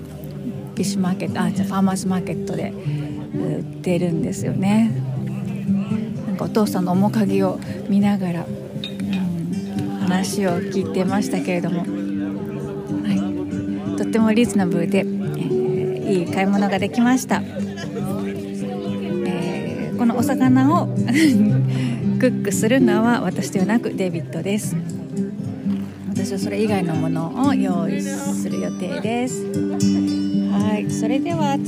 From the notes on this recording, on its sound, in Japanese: ファーマーズマーケットでホームパーティの買い出し。朝からファーマーズマーケットに行って、そこで収録してきました。